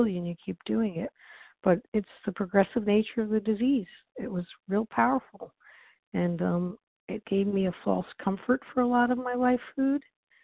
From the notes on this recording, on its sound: 100 Pounders Phone Meeting